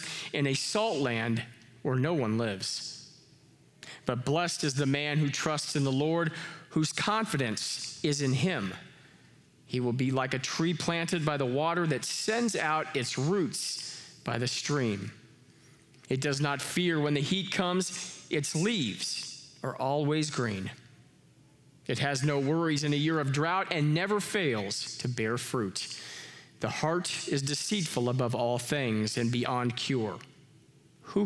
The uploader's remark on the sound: Live from our Celebration Ministry Center.